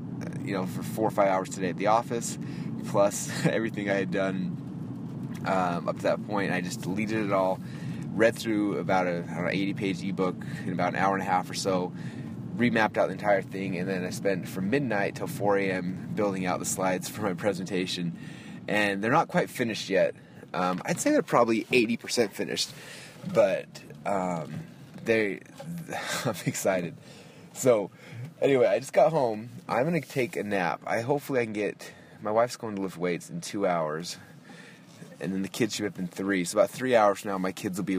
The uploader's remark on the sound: I am just driving home from the office